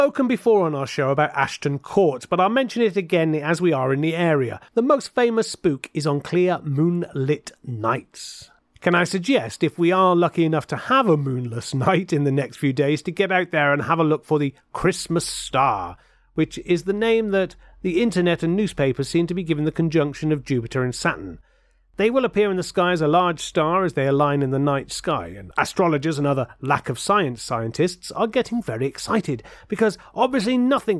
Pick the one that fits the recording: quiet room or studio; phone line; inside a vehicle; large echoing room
quiet room or studio